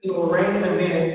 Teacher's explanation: Everything is nasal in the way I'm saying that.